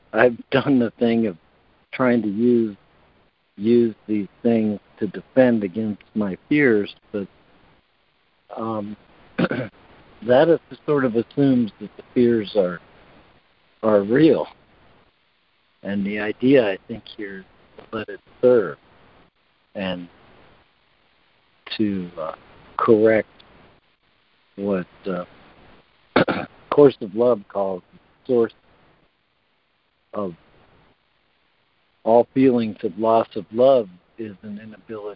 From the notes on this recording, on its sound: ACIM Daily Conference Call